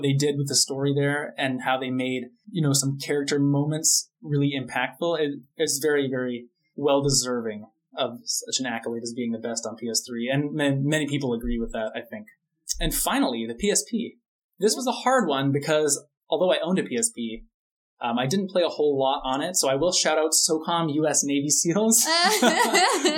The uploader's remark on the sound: Apologies for the audio quality of this episode.